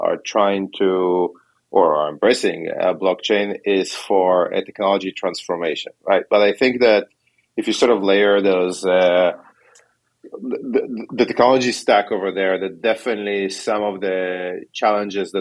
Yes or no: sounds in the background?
no